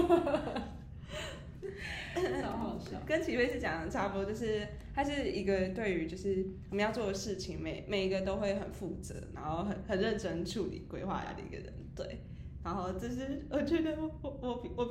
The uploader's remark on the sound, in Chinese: 因為我們錄音被提醒音量降低，。所以後半段有一段比較小聲，。